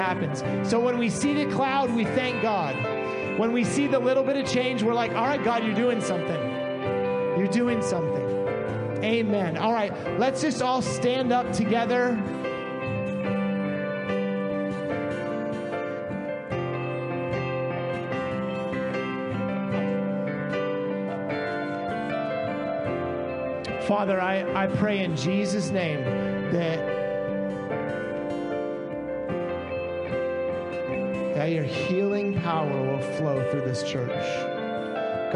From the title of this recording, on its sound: Sunday Morning Service - Audio